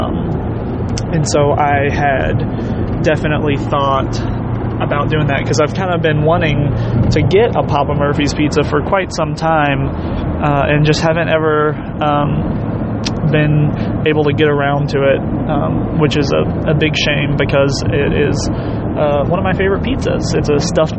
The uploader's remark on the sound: Thoughts from the car